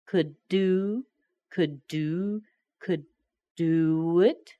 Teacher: We stop with a D, we start with another D. Let's just hold that a little bit longer.